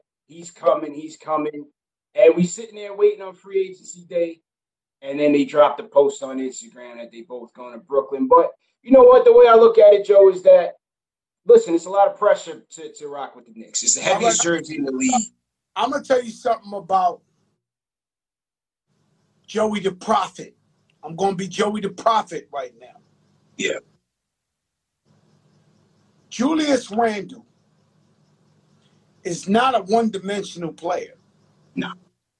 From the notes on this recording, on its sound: on IG Live